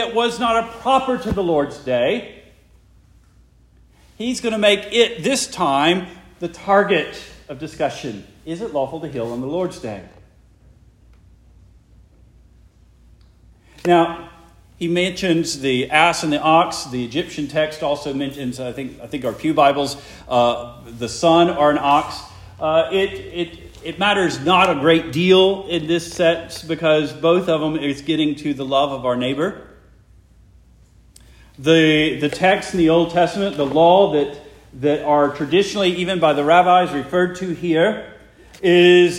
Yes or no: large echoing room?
yes